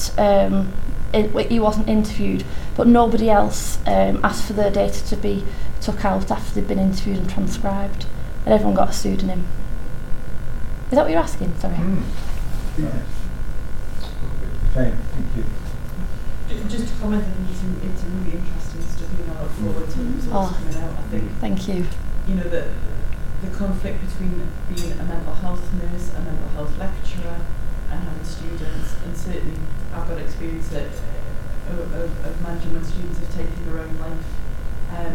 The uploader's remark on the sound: The Northern Mental Health Nursing Qualitative Research Forum. The following session was recorded at their second event on Thursday 13 October 2022.